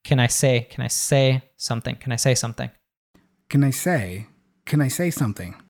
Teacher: But he reduces can to kin.